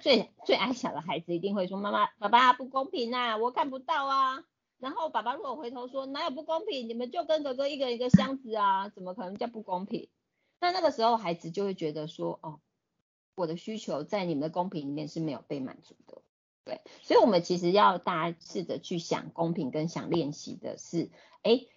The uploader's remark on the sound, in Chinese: 此為線上課程錄音檔